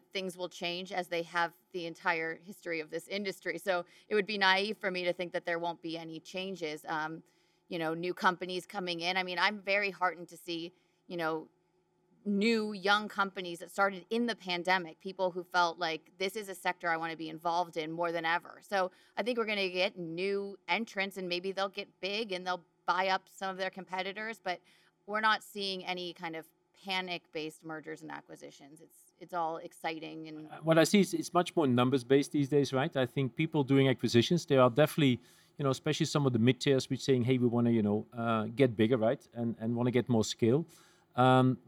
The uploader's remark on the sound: Live From Cinionic World 2022. For a live podcast show from Cinionic World.